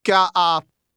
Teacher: how the end of the question word almost combined with the word for you